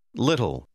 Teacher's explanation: Quando la parola termina con una consonante seguita da LE, la E non si pronuncia. Serve a mostrare che la L fa parte di una sillaba non accentuata.